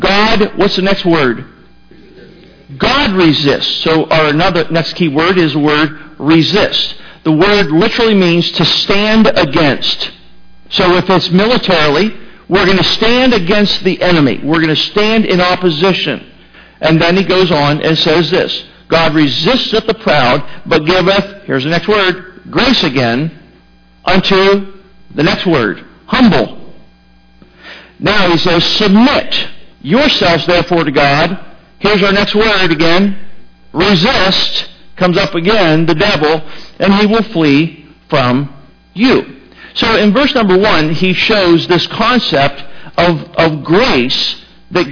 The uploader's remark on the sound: Sermon was recorded April 22, 2018 at Northside Baptist Church of Elkhart, Indiana